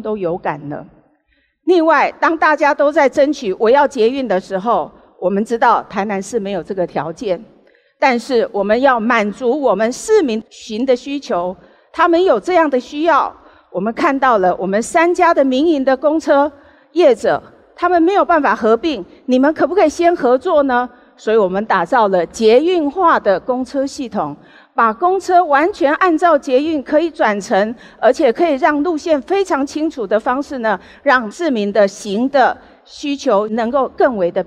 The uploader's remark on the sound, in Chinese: 本集節目取自【2023突破者知識跨年饗宴】現場錄音。